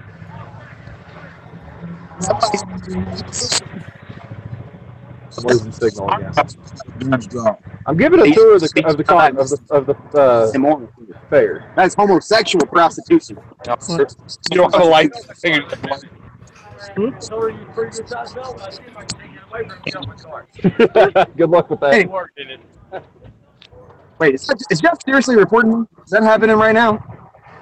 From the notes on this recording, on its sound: Live from the Fair. This show was recorded live from a city fair. On cell phones, so, be nice. We manage to run a fair and record a podcast at the same time.